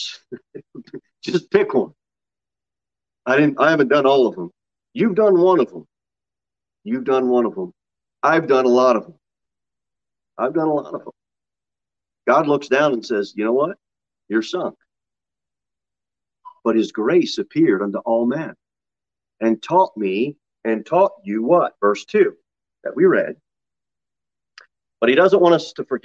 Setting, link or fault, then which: setting, large echoing room